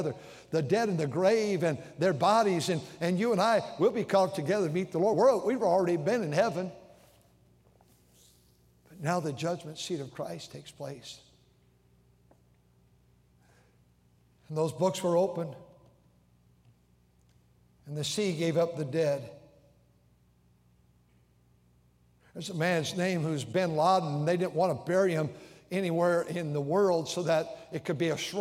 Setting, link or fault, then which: setting, large echoing room